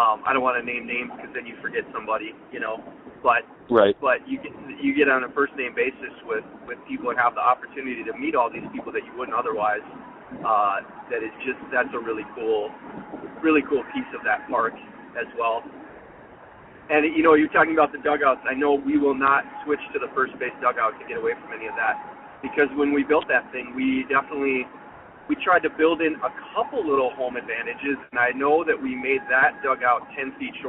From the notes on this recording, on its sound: It's a simple premise: a 20-minute work commute and phone calls to local yokel amateur ballplayers, fans, managers, and characters from around western Wisconsin.